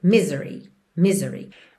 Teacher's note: Normalmente, misery tem a sílaba tônica na primeira sílaba, mas aqui, como a gente tem um alongamento da nota final, a gente acaba tendo misery, misery, ok?